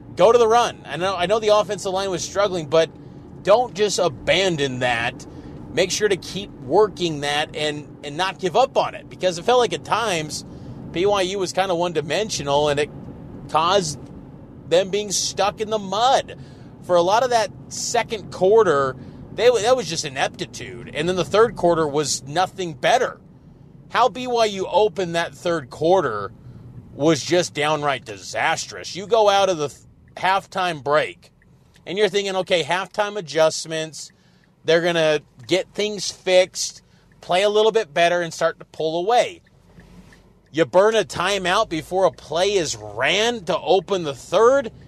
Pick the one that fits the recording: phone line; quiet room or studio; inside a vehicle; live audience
inside a vehicle